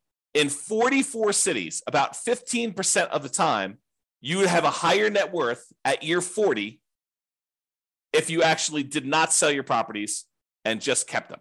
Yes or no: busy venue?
no